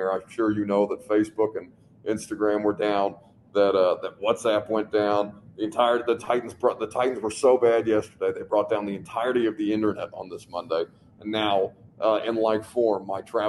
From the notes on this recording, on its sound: LIVE from the Miami Airport